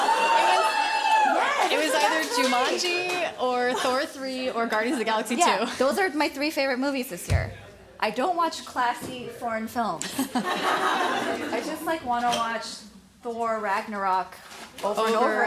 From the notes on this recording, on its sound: Hear the live audio. At The Ripped Bodice in Culver City, California.